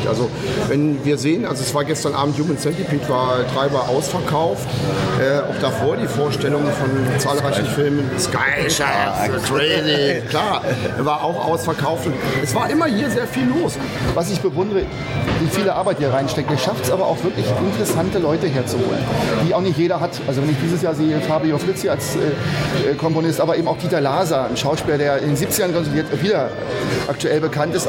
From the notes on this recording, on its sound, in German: Außerdem waren wir auf dem Cinestrange Filmfestival und haben mit Machern, Fans und Experten gesprochen.